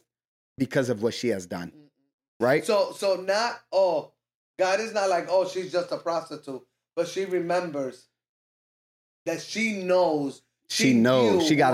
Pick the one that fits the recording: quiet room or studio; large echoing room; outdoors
quiet room or studio